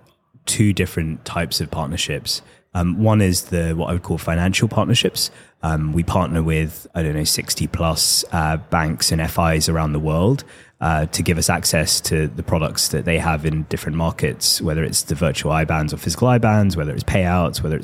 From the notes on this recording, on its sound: Joins The MoneyPot LIVE at our booth in Amsterdam.